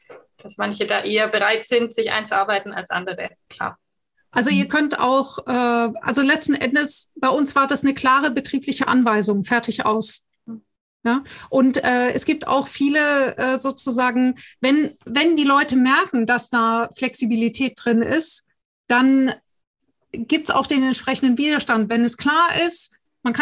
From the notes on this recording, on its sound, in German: Podcast zum interaktiven Live-Webinar.